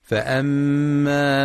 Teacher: وينتبه لغنة الميم المشددة في فأما، فهي أكمل ما تكون فيها